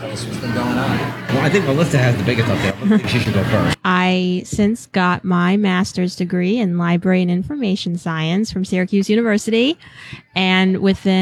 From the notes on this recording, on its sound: Welcome to our New York Library Association Conference Episode. This is our second year podcasting from the conference.